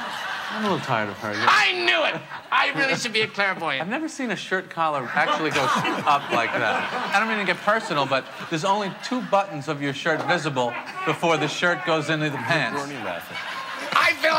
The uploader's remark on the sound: The conversation was recorded on November 16, 2015 in front of a live audience at New York's 92nd Street Y.